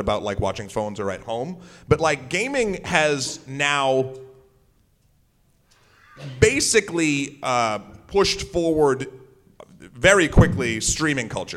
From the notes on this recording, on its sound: MAGFest Live Show 2018. With the help of our live audience.